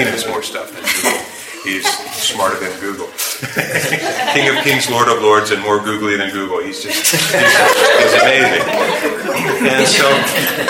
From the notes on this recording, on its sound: Please forgive the background noise.